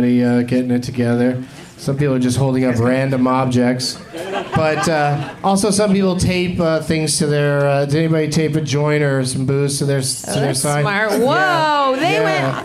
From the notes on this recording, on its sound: Live from The Punch Line in San Francisco